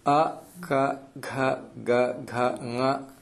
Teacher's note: अत्र अकारः अपि च क ख ग घ ङ इति एते सर्वे वर्णाः कण्ठे.